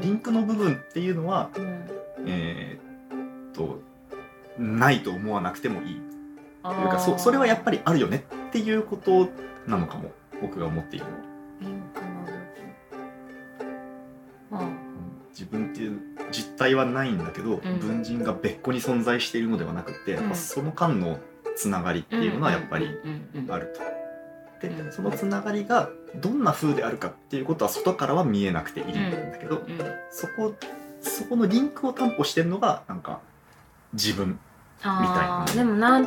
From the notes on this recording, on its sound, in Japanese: サラダうどん食べながら、ずぞぞっ音もかき混ぜ音も気にせずに、平常運転で収録です。